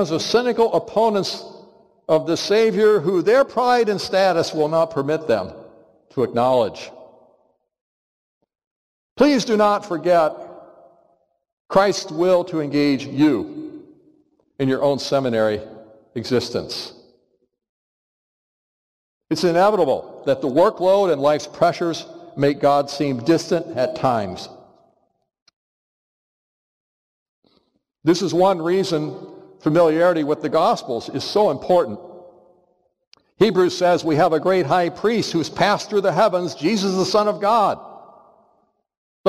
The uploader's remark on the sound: Which he preached in Hodges Chapel in spring 2022. For our annual Biblical Studies Lectures.